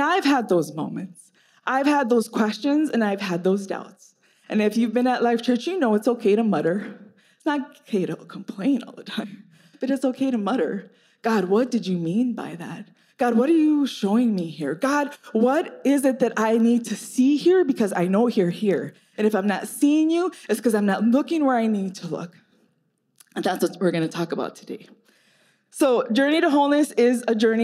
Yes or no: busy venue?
no